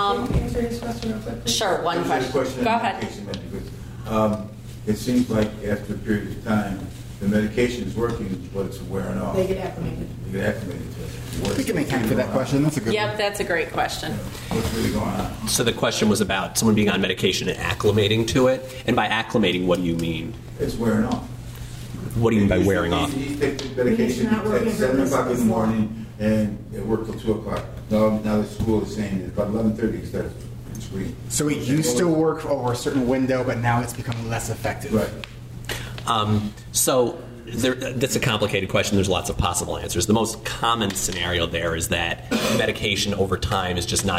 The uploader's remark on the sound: At my local CHADD chapter (), we hosted a panel of experts and in this episode, you will hear the Q&A from this panel session. Live Panel of ADHD Experts.